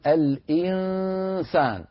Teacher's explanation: أغلب الصوت من الأنف وقليل من الصوت عن طريق الفم، هكذا يكون إخفاء النون عند هذه الحروف، إلا عند القاف والكاف فيكون كامل الصوت من الخيشوم لبعد هذين المخرجين.